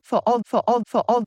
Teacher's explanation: She's not linking an R. It would sound like this, rawl, rawl. · She's got two slightly different vowel sounds and she's gliding between them. She's not linking an R. · Term: gliding those vowels